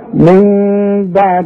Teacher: بيحصل إخفاء بالشفايف، ما ضمش شفايفي، ما تزهاش، يحصل انفراد في الشفايف.